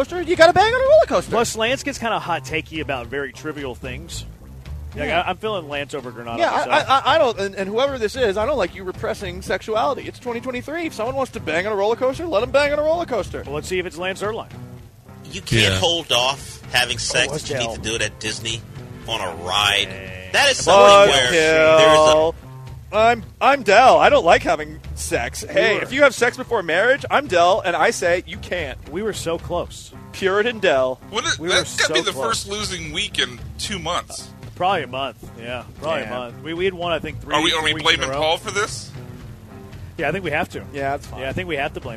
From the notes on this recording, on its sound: LIVE from Circa Resort & Casino in Las Vegas!